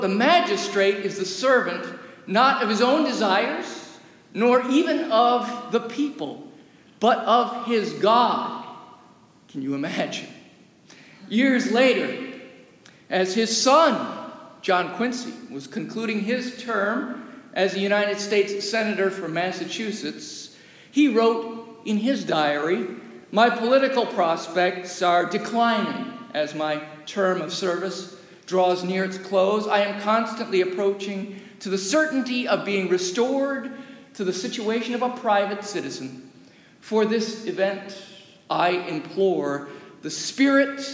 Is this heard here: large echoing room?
yes